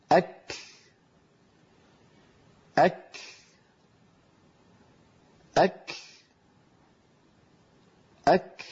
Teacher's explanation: لابد من بعد شدة الكاف من همس وراءها